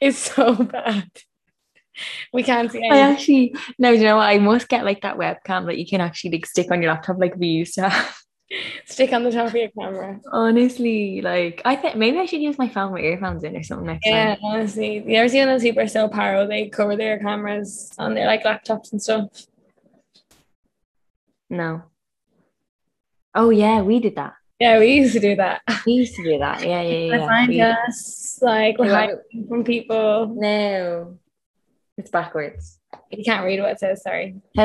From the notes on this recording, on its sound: Our second long distance zoom podcast (still not the vibe). In this weeks episode from RAINY Bali.